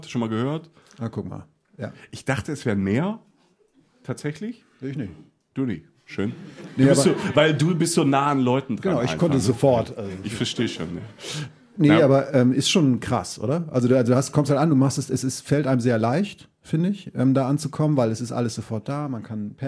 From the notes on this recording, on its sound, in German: Live vor Publikum haben wir beim 1LIVE Podcast Festival in Köln unsere neue Folge aufgenommen.